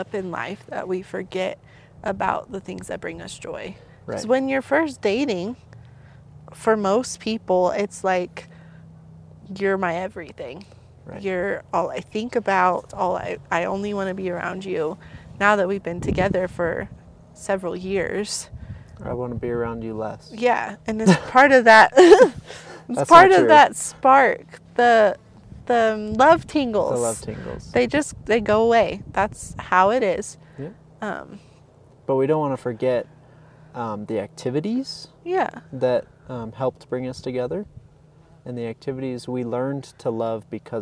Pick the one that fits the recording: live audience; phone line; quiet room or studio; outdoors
outdoors